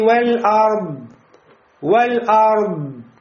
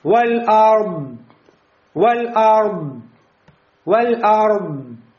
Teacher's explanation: И «дот» является «шадид», сильным звуком. Значит, прекращается поток дыхания. · Term: сильный звук